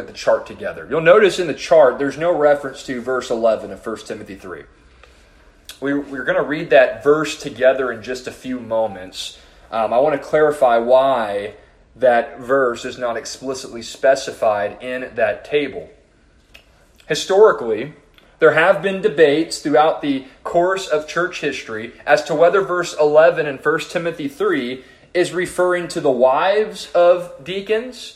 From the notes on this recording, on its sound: This sermon was preached to the youth and adult leaders at First Baptist Church-Edna.